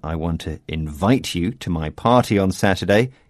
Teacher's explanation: invite is a verb with the stress falling on the second syllable